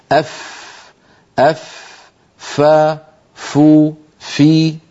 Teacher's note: تخرج من أطراف الأسنان العليا، الثنايا العليا، عندما تتوضع على باطن الشفة السفلى. أف أف ف فو في، هذا هو مخرج حرف الفاء.